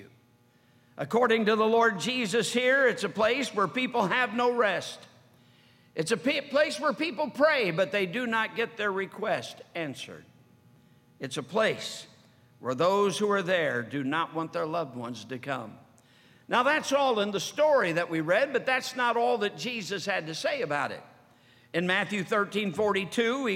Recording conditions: large echoing room